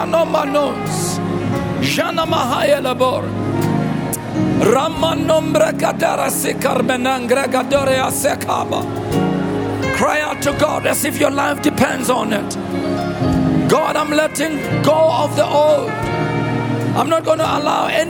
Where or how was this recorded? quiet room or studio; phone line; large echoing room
large echoing room